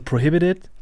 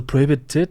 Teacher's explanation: so mit so einem D quasi schon statt des Ts · Shown in: first take · In Deutschland ist eher dann so Prohibited, so mit dem scharfen T.